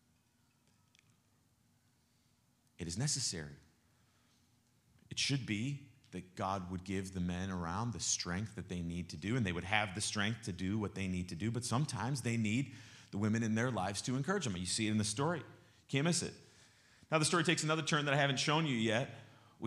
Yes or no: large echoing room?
yes